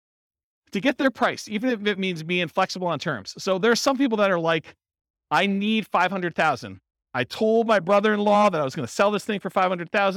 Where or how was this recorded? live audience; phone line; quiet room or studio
live audience